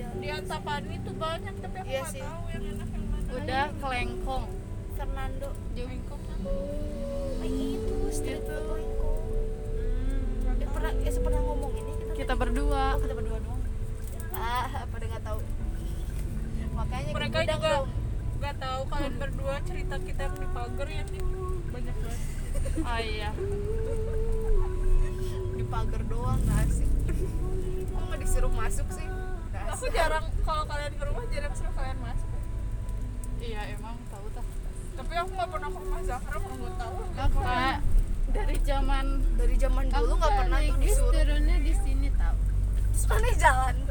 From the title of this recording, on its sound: in the car